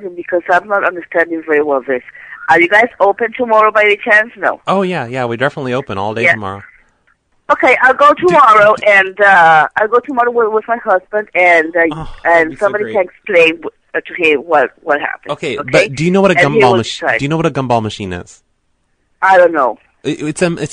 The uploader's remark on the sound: Prank Phone Calls Collection.